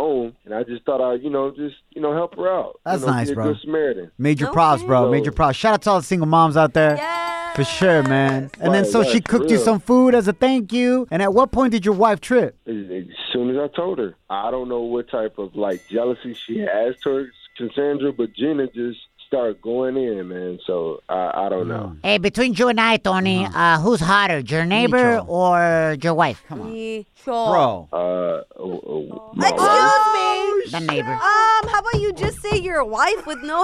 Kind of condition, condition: link, phone line